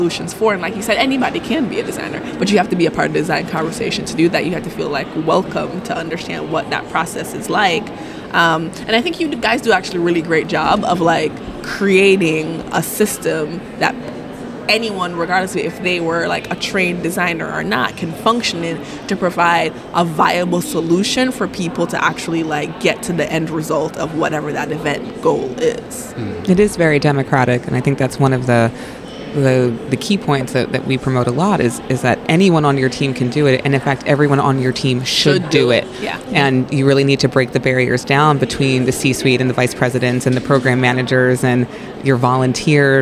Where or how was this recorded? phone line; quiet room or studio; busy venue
busy venue